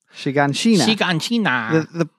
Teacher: you don't put any accent on any syllable. There's no diacritical markings.